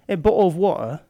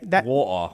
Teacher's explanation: They leave the T out. They leave the T out completely.